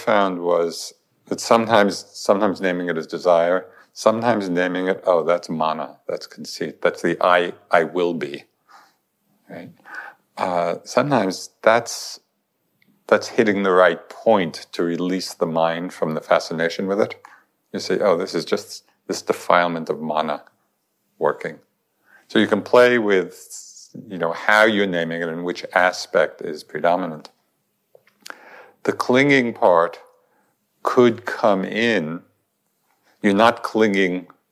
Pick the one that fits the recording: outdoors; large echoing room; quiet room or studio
large echoing room